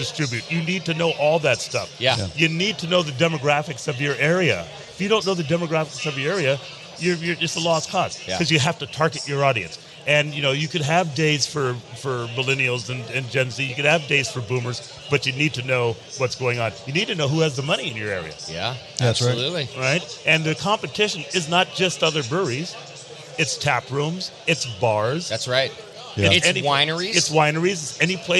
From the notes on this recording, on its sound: Live from HomebrewCon 2019. Live from HomebrewCon 2019.